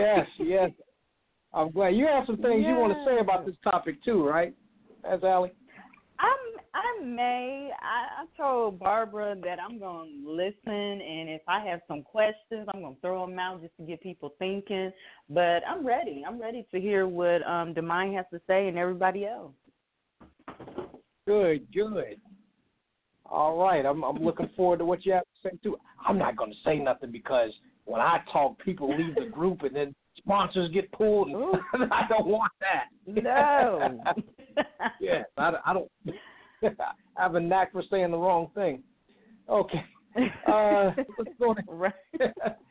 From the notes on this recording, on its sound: We will also open up the phone lines.